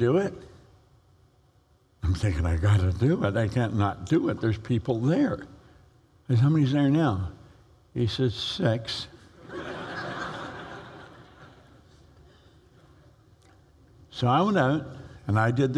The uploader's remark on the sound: live Paradigm Shift event